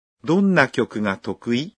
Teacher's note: Так как «токуи» здесь произносим, повышая интонацию, это означает, что мы задаем вопрос.